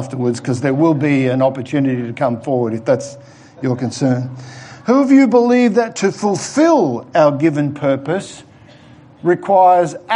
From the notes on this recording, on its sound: given at The Rock Christian Church in the morning service on Sunday 18th October 2020